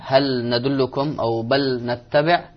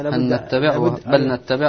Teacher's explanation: لما ندغم اللام في النون أصبحت نونا مشددة · Term: نون مشددة